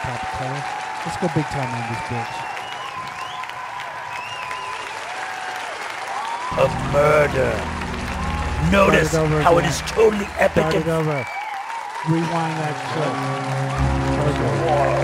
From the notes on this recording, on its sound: Filmed in front of a live Studio Audience.